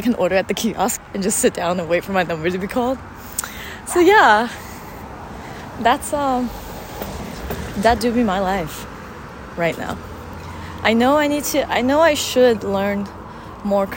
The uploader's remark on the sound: Come along with us as we roam around our neighborhood on a whim. The audio is recorded via my iPhone so you might hear us and the world around us. Back in Texas.